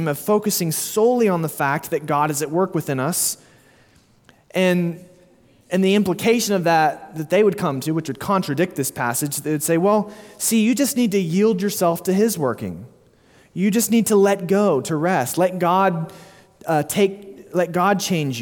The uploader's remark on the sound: Sermon delivered at Immanuel Baptist Church in Springdale, AR on June 4, 2023.